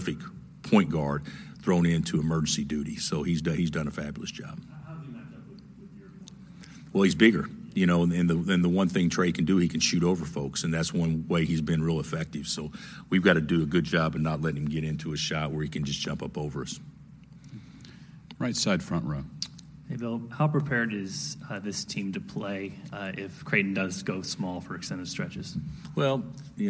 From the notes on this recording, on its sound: Full press conference audio, all from Fort Worth, TX.